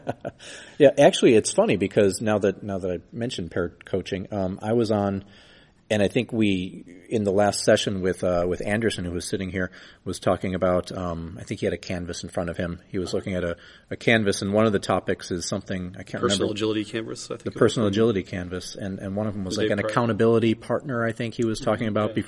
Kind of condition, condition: setting, busy venue